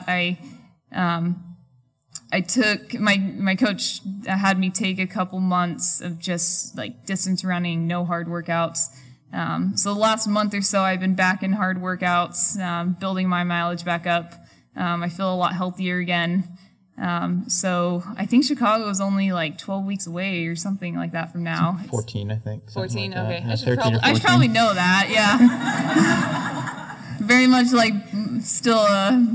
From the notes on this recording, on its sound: We recorded this podcast in front of a live audience back back in early July at the Sports Basement in San Francisco. Before we opened it up to audience Q&A.